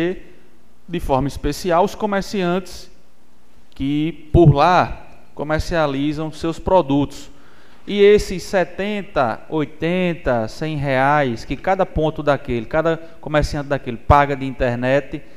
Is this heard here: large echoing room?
yes